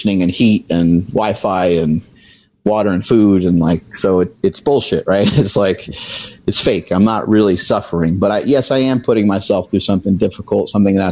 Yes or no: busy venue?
no